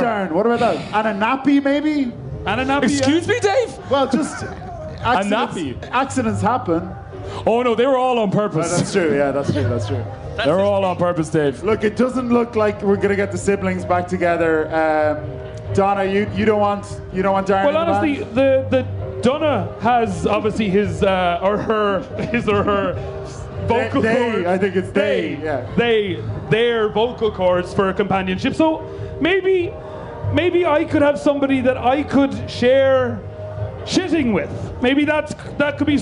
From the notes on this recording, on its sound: Live at Electric Picnic. On this live episode of Phoning It In recorded at Electric Picnic.